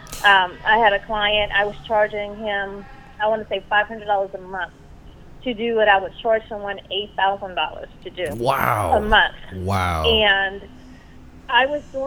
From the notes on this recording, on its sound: joined on the phone